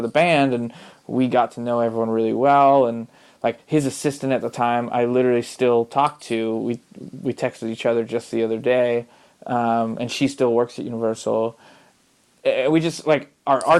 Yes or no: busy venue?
no